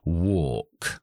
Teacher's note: Ya sé que es una A y una L. La L no se pronuncia y la A es como si fuera una O larga.